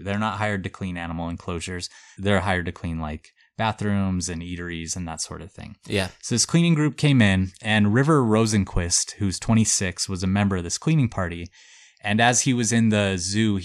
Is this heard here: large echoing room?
no